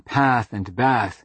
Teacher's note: the pronunciation of A in path and bath, with the front of the mouth A, rather than the back of the mouth ah